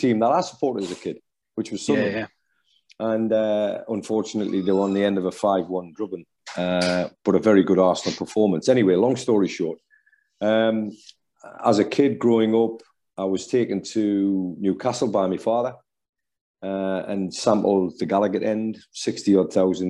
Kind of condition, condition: link, video call